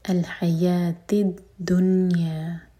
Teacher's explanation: جب بھی ہم یہ ورڈ پڑھیں دنیا تو میک شیور کہ نون پر ہے سکون تو یہاں پر ہم اظہار کریں گے نہ تو کسرہ کا ساؤنڈ دیں گے اور نہ ہی قلقلہ ہونے دیں گے